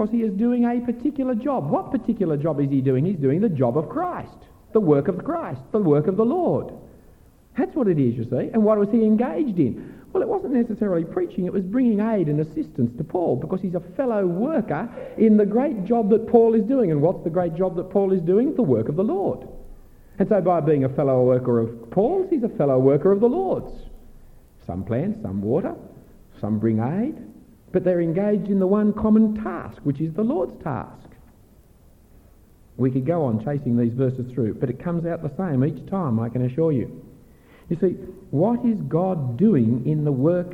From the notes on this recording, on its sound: given at an AFES 2015 Conference on Evangelism for university students